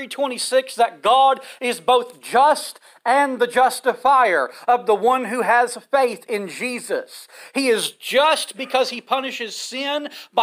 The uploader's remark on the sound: This sermon was preached from the pulpit of Mars Hill Cumberland Presbyterian Church. For our annual Ash Wednesday service.